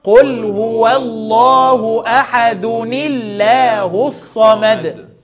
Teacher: احنا لما وصلنا رققنا لام اسم الجلالة في الله أحد الله، لأن قبلها كسر